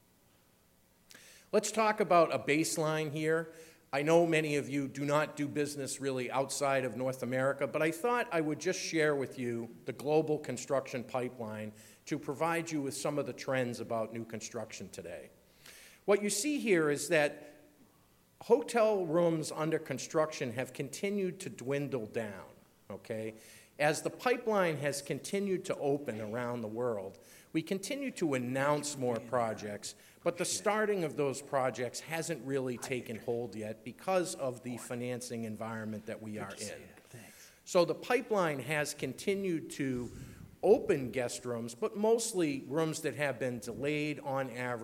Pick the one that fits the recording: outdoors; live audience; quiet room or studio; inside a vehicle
live audience